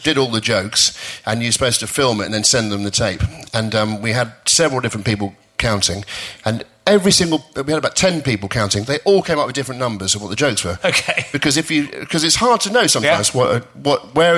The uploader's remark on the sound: special interviews from the Bristol Slapstick Festival